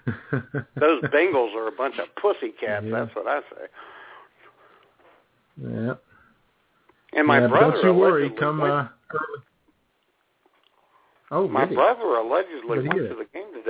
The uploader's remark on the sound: All that plus your phone calls.